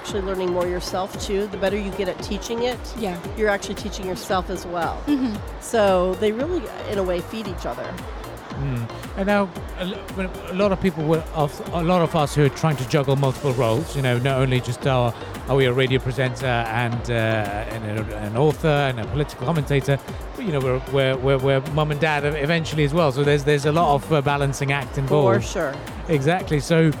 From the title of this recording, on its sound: Live from SIBF 2023